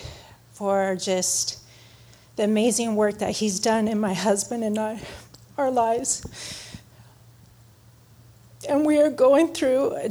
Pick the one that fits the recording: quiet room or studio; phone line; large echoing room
large echoing room